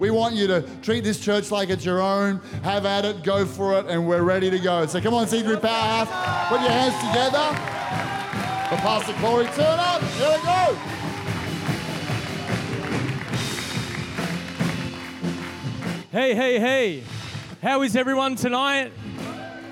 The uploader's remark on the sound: This is the message from the 1st night of our Three Nights of Fire. Recorded in a 7pm service on Friday, the 21st of October 2022.